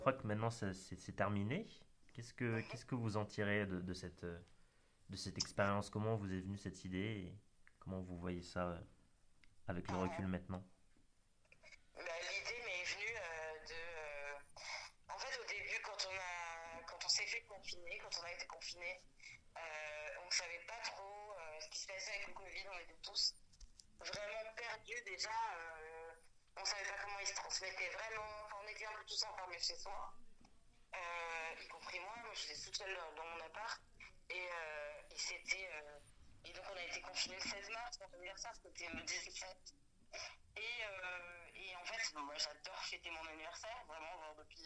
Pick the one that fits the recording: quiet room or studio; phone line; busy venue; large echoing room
phone line